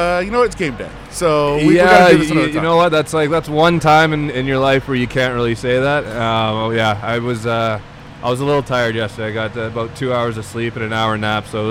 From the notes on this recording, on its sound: We are on location at City National Arena